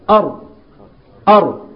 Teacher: اللسان يتكرر تكرارة واحدة فسموه حرف تكرير · Term: التكرير